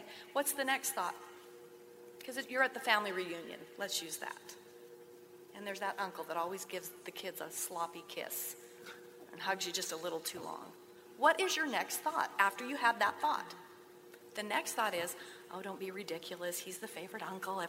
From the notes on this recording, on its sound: Once Upon a Crime LIVE at CrimeCon 2019. LIVE at CrimeCon 2019 in New Orleans.